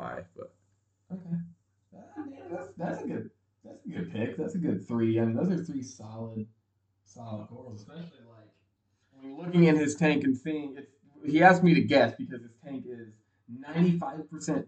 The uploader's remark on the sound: We apologize for audio quality, the new mics and headphones will arrive in the next week or so.